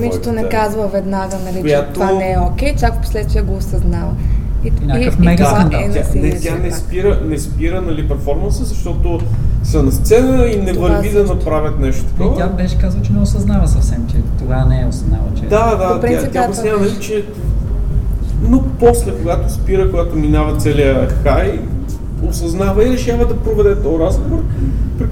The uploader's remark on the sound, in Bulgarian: запис на дискусионния панел в BDSM Unconference 2016